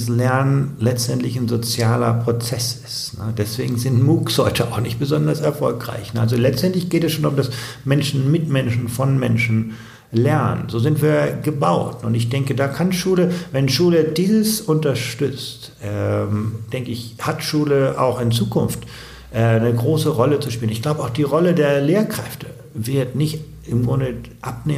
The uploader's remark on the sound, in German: auf dessen Konferenz wir das Interview aufgezeichnet haben